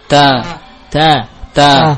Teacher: Makhraj ta adalah dari ujung lidah dengan pangkal gigi seri atas. Nah, letakkanlah ujung lidah antum ya pada pangkal gigi seri atas. · Term: ta maftuhah